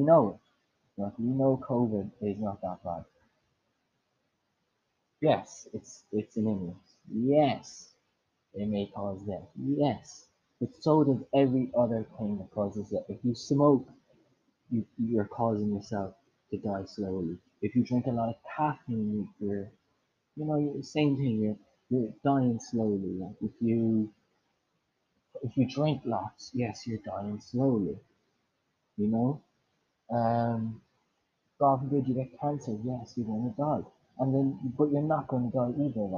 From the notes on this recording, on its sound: sorry about the audio